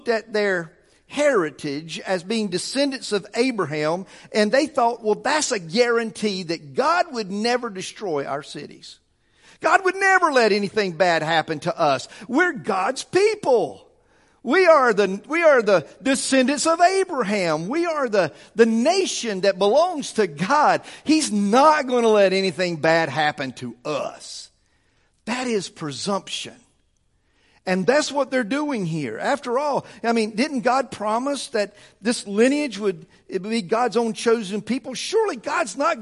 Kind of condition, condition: setting, large echoing room